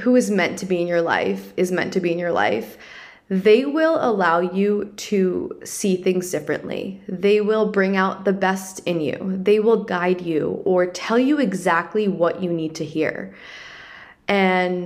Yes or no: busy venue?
no